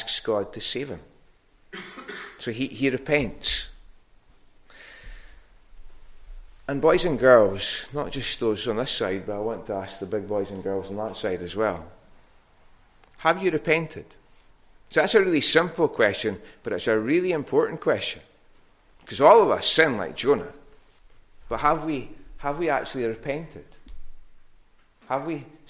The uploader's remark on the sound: recorded at North Harris Free Church on the morning of Sunday 26th June 2022